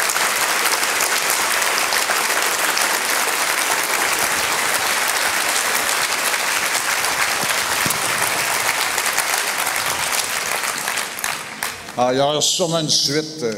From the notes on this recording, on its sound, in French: Conférence de clôture du colloque 2012 de l'AQPC, à Gatineau.